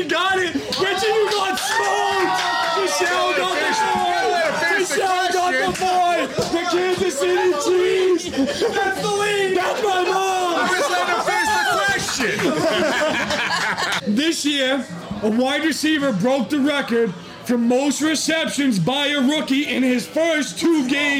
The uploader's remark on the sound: LIVE at Christine's Sweet Shop we host our NFL Trivia.